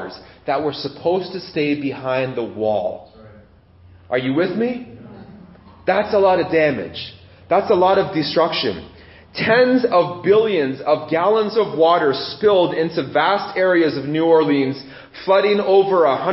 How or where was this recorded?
large echoing room